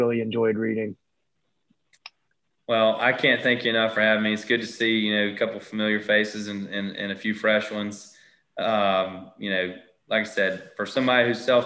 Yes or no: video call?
yes